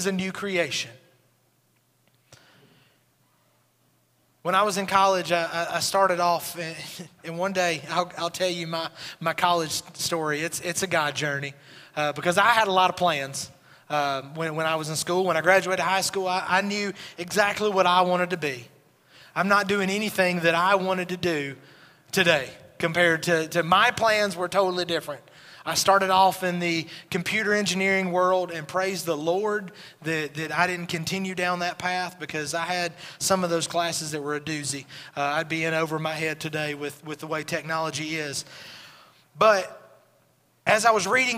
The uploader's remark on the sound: Recorded at Highland Baptist Church